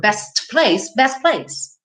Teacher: Ele comeu o T aqui para não falar best place